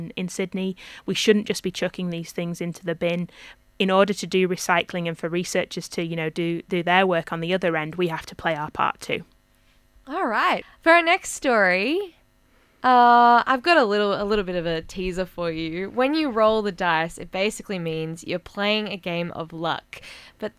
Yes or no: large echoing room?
no